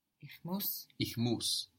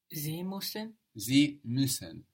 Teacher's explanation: There we have the U with the two dots on the top, giving it that E quality. · Shown in: second take